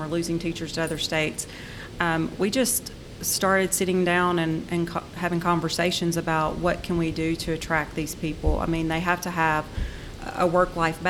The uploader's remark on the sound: This interview is from a recent conference